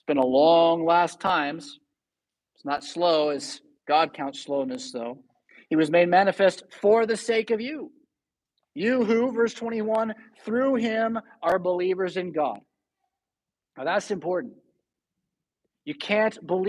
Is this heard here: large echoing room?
yes